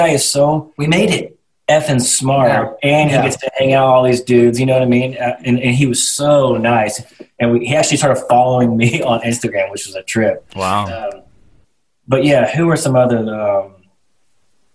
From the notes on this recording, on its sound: over Zoom